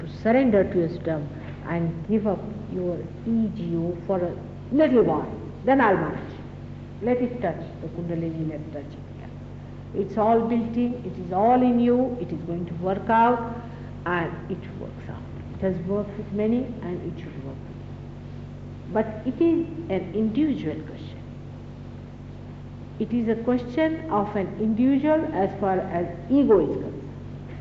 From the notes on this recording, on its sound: Archive audio. At a Sahaja Yoga meeting in Caxton Hall, London, England.